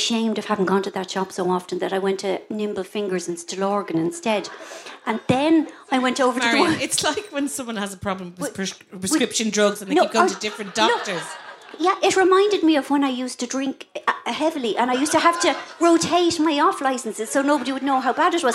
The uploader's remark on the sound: Left behind the usual surrounds of the studio for a live recording in House on Leeson Street. Treated the live audience to an exclusive excerpt.